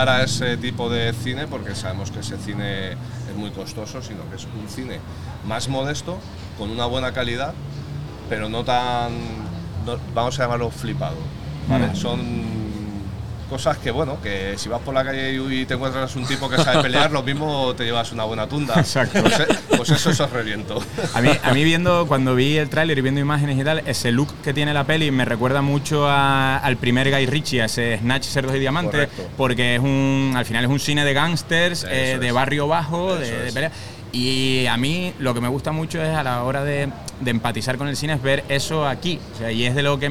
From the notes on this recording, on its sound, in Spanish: Isla Calavera 2023. Ligero tentempié en la recta final del festival isla calavera. Enmarcado en la fanzone del festival.